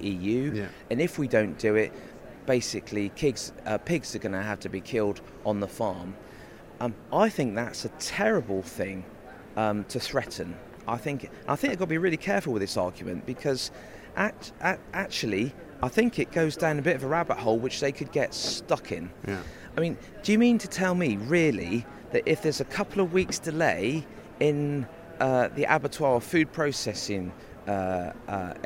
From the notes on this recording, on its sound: live from the Conservative Party Conference.